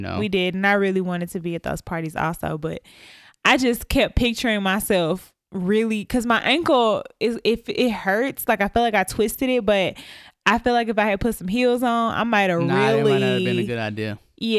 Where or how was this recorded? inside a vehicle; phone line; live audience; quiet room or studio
quiet room or studio